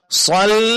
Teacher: Bukan sol. Kalau sol berarti ibu menebalkan lam yang pertama.